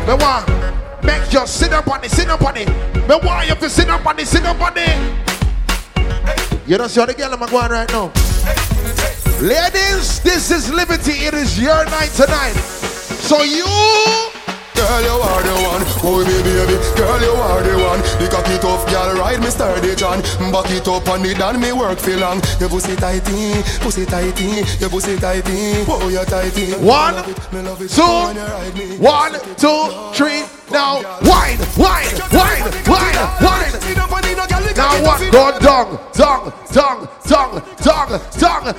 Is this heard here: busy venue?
yes